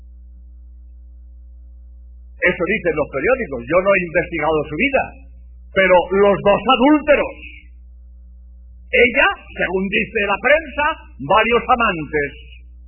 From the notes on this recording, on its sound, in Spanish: Conferencia pronunciada en el CONVENTION CENTER de LOS ÁNGELES. California. EE.UU.